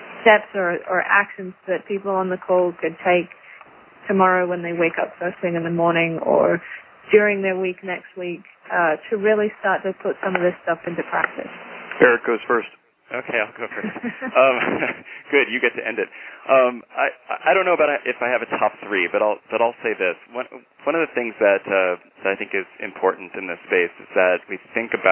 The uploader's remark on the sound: Call recorded on August 9, 2012.